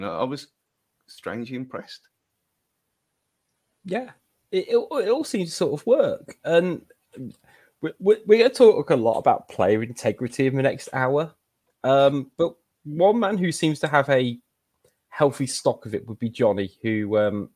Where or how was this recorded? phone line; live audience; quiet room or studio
quiet room or studio